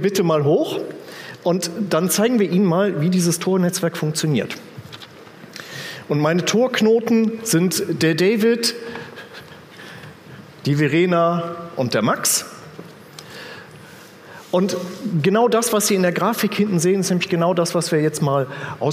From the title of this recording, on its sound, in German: auf dem Magenta Security Kongress 2018